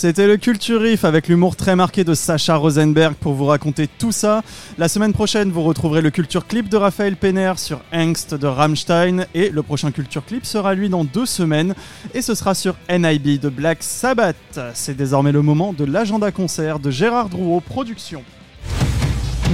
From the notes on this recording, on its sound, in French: L'émission a été enregistrée et diffusée en direct dans le bar parisien Hellfest Corner.